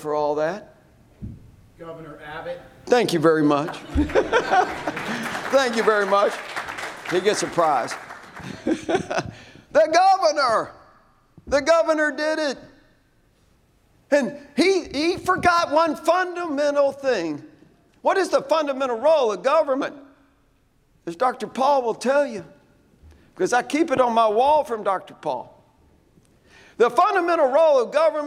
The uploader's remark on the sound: At The 2023 RPI Houston Conference